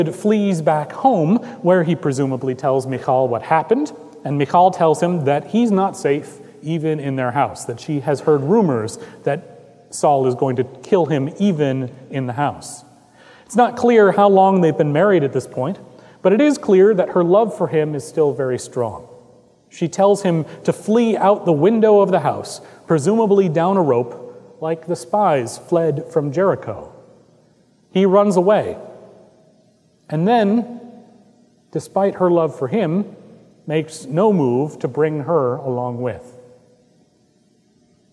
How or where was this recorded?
large echoing room